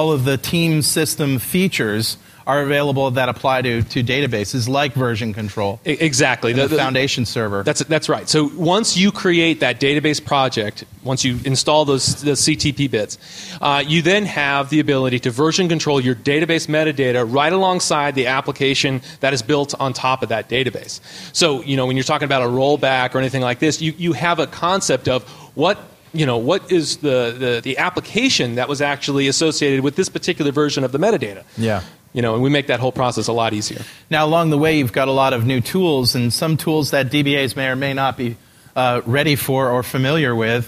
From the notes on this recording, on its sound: On June 12th at TechEd, in this somewhat shorter-than-usual but very informative live .NET Rocks!